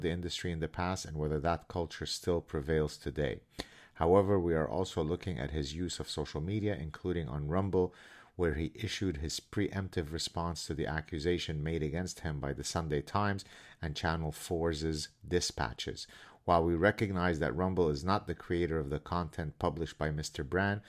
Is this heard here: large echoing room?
no